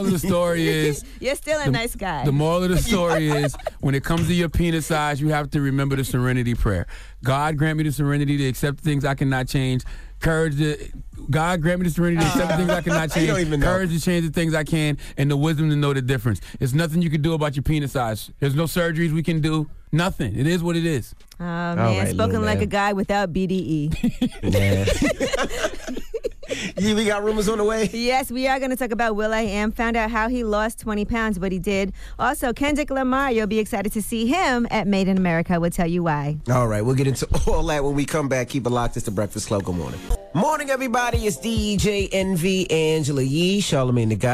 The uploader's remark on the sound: we had to open up the phone lines